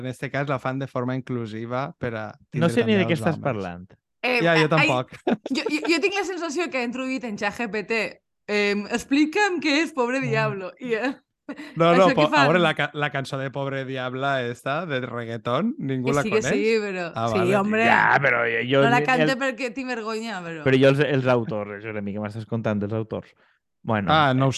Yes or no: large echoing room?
no